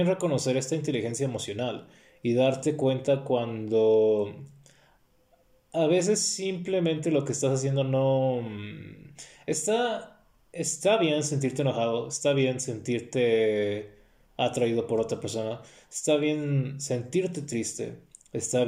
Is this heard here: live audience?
no